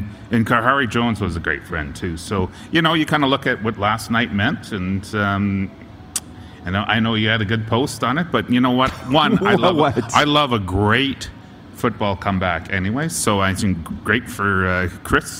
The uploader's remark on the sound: We are LIVE from the Grey Eagle Resort and Casino in Calgary, Alberta.